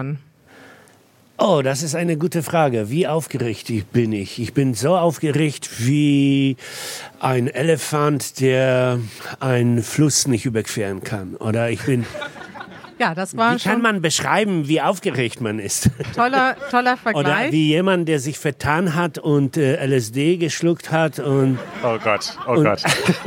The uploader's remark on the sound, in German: Trotz Lampenfieber und Fliegen im Wein haben wir die Aufnahme vor unserem fantastischen Publikum sehr genossen. Unsere allererste Podcast-Episode live in Berlin! Trotz Lampenfieber und Fliegen im Wein haben wir die Aufnahme vor unserem fantastischen Publikum sehr genossen. Hört ihr, wie wir die Fragen unseres Live-Publikums beantworten.